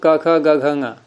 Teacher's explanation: क और ख ये श्वासानुप्रदान और ये ग और घ ङ ये है नादानुप्रदान, वो घोष कहलाते हैं